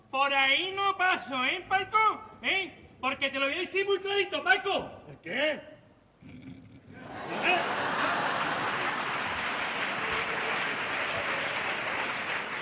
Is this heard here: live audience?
yes